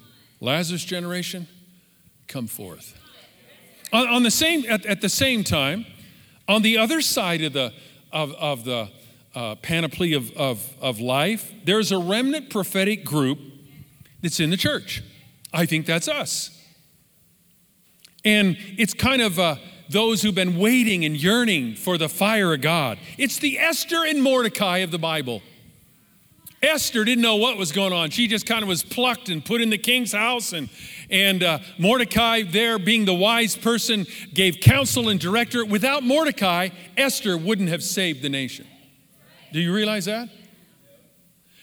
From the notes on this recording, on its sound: Live from our in Person 11am Service on September 20, 2020